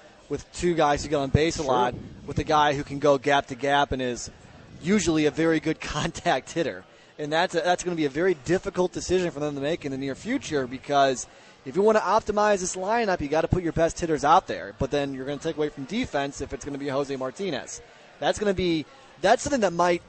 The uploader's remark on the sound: broadcasting live from Hot Shots in Saint Charles